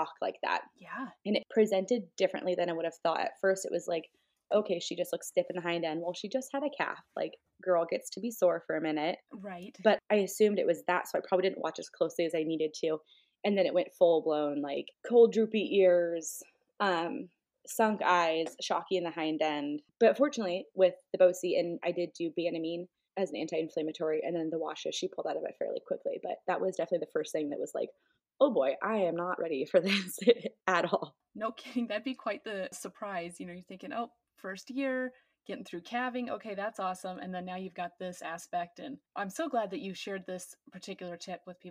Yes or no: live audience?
no